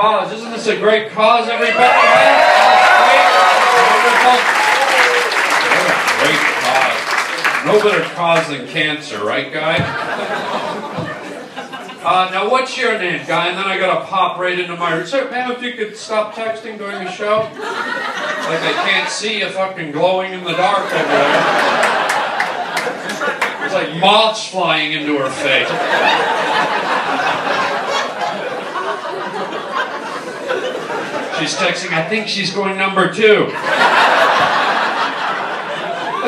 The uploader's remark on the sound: LIVE stand up. Cancer benefit. Does live stand up for a wonderful cancer benefit and ends up doing crowd work for 90% of his show. What a great crowd and a great cause.